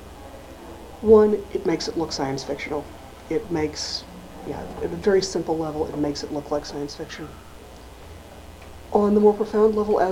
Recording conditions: large echoing room